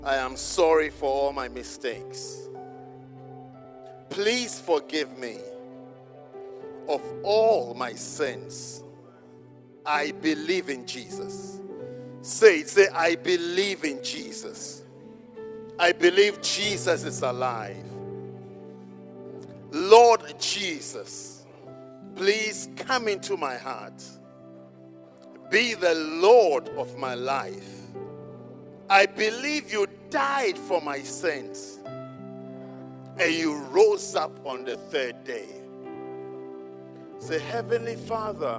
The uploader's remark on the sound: at the Jesus Encounter Service - First Love Church, Birmingham.